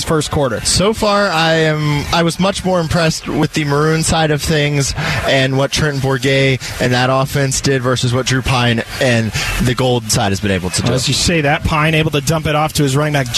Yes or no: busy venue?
yes